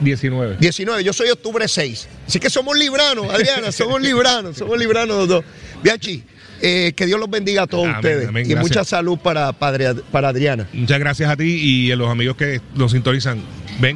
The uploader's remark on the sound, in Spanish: 93.7 Z 93 Puerto Rico. En directo desde el Coca Cola Music Hall a beneficio de los pacientes del hospital pediátrico de PR.